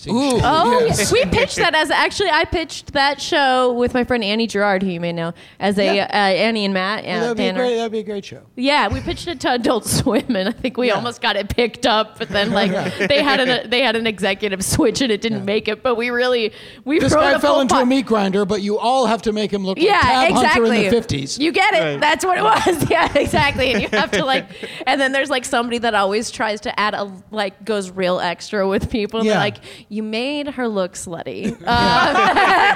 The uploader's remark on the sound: LIVE at UCB Sunset with an all-star panel of comedians & TV writing pros.